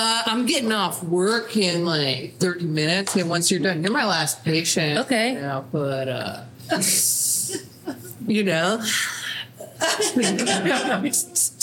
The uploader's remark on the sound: LIVE FROM THE WCT. I think I found the right settings to record.